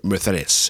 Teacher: They say it in Spain, right. With the TH sound instead of the C.